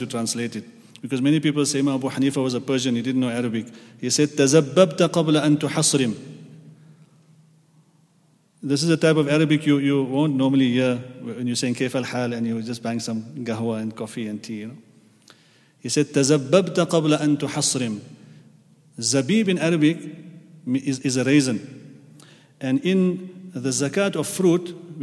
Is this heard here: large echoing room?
yes